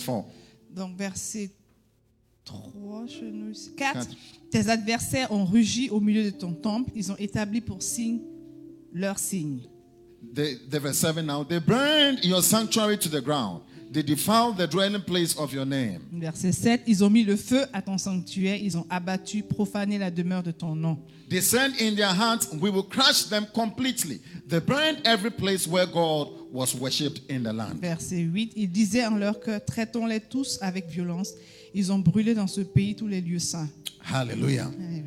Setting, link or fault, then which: setting, large echoing room